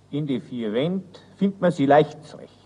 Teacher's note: Unser bescheidenes D wird geschärft bis zu einem doppelten D, D, jedoch nicht bis zum vollen T, wenn eine Endung oder ein Endungsvokal dahinter wegfällt, also sehr häufig bei Pluralformen, aber auch bei Verben, wenn der nachfolgende Vokal ausfällt.